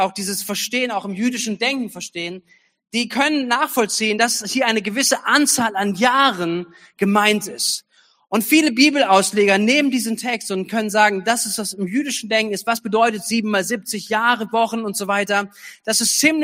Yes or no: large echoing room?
yes